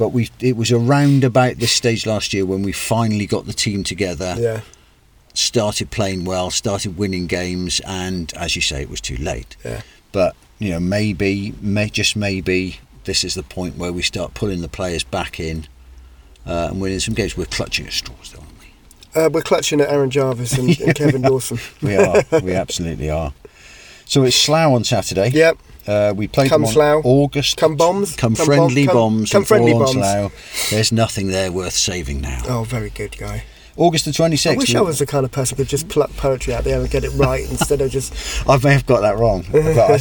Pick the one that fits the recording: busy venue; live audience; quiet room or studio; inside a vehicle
inside a vehicle